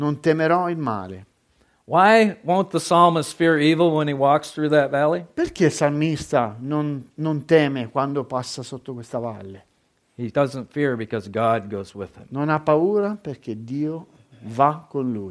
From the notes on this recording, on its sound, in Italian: Registrata presso il Centro Evangelico Battista di Perugia il 9 Ottobre 2022.